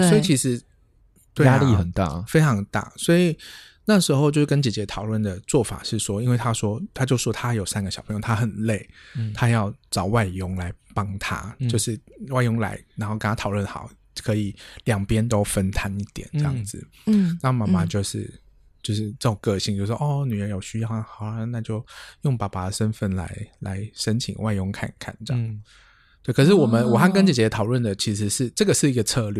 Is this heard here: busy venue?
no